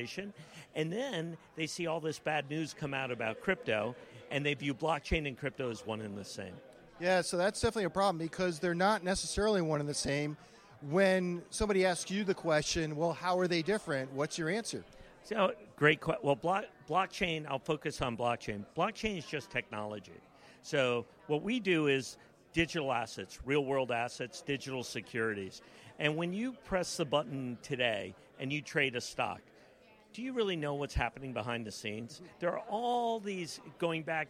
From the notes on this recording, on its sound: video podcast interview recorded during the Institutional Digital Assets Forum event in Boston on December 4th, 2023